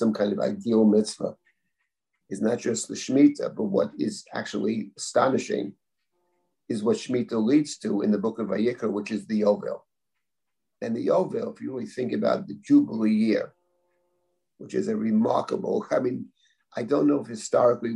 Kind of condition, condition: link, video call